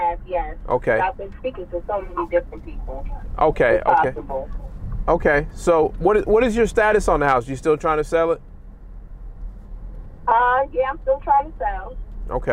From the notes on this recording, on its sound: This is three separate phone calls with the same seller